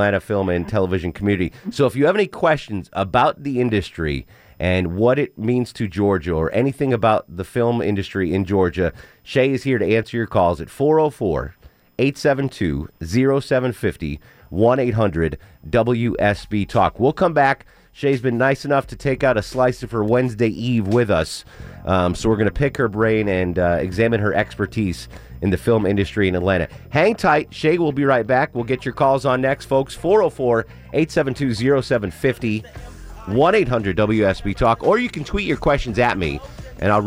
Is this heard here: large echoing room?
no